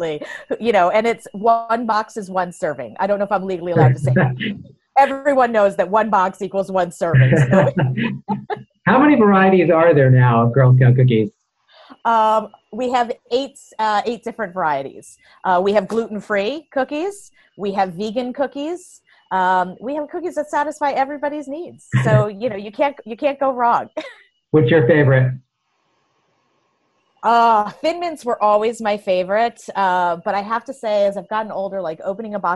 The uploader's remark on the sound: talked with her via Zoom